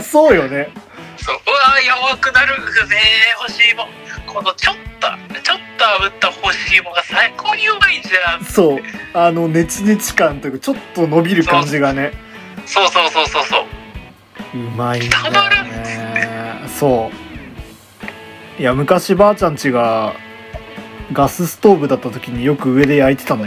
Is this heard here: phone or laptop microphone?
yes